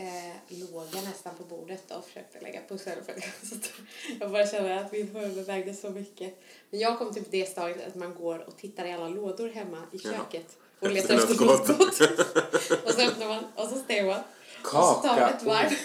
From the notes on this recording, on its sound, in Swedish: Vi är tillbaka med lika dålig ljudkvalitet som vanligt.